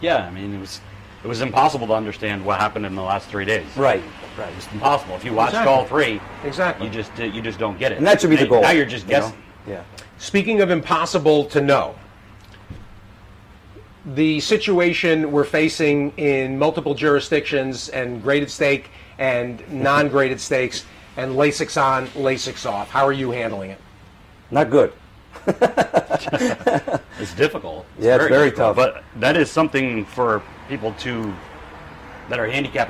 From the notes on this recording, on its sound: live from Saratoga Race Course